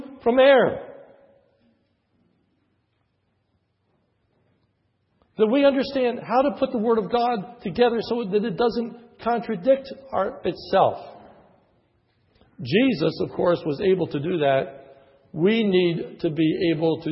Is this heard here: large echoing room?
yes